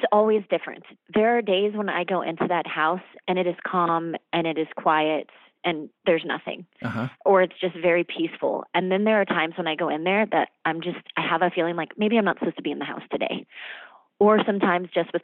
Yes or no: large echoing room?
no